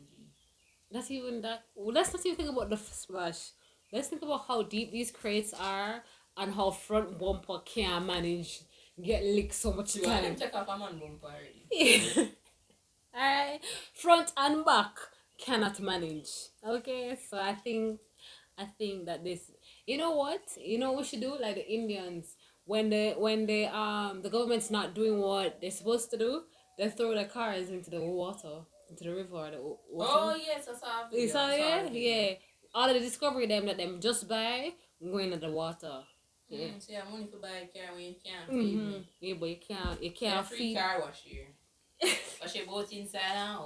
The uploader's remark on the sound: We were having some difficulties with the audio and the account but we are back for good.